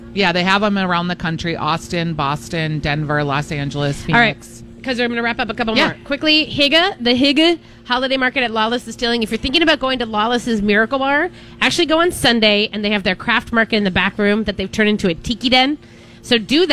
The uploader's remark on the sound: Live Broadcasting at El Burrito for a myTalk Santa Project!